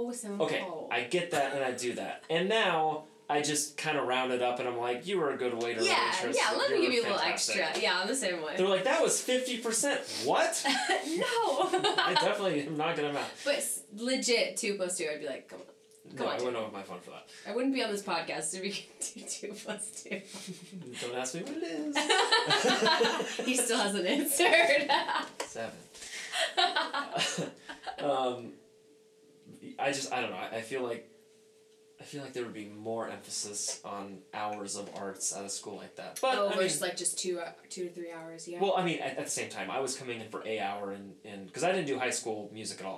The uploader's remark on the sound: Please pardon my audio mistake...I think you can still hear well enough.